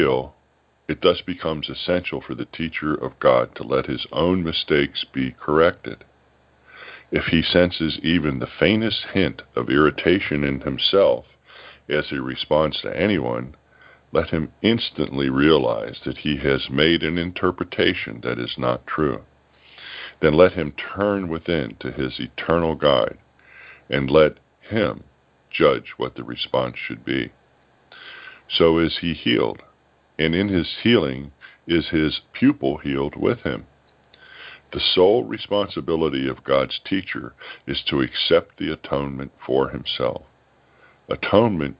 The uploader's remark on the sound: ACIM Daily TEXT Conference Call